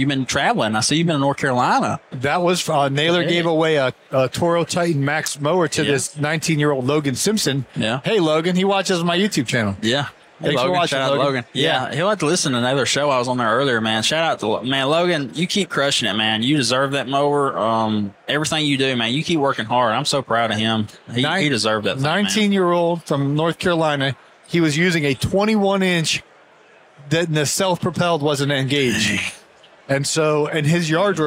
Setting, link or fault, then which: setting, busy venue